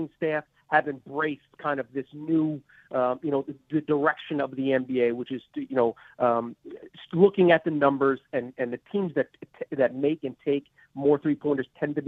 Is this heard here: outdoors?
no